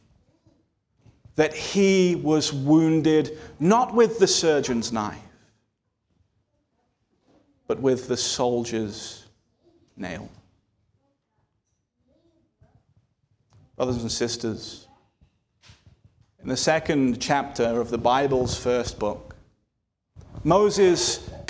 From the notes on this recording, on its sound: This sermon was delivered on November 12, 2023 at Antioch Presbyterian Church, a mission work of Calvary Presbytery of the Presbyterian Church in America located in Woodruff, South Carolina.